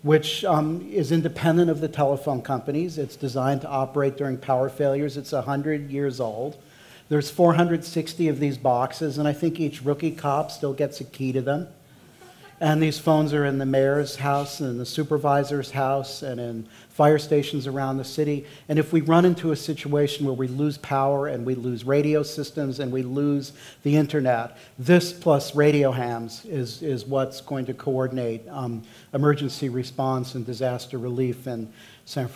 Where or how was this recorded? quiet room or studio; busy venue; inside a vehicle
busy venue